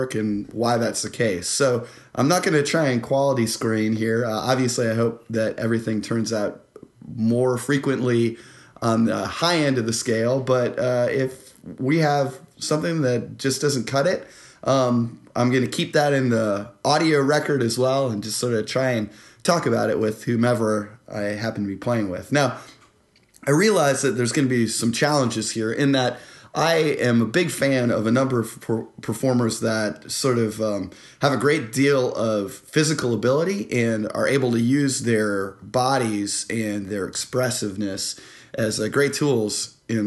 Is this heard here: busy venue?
no